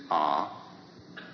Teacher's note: Come to that. Ah, when you pronounce Ah, the mouth is open and the sound is at the back of the throat